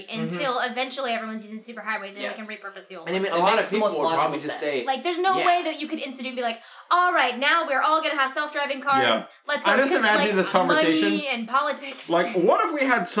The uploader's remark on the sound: Four of the six members of the Whales are Whales Pod-Cast are in the same exact house hold, which means that everyone has super bad audio because no one is professional enough to set up four microphones! Instead, they use one during a thunderstorm and have to use tons of noise cancellation to make anything sound good!